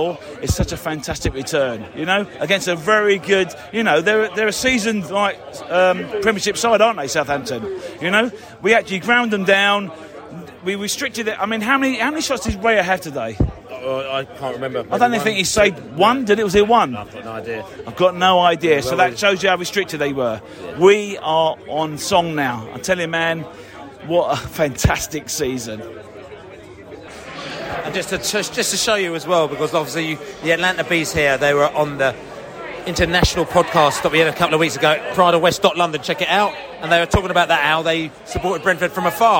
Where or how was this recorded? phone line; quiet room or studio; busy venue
busy venue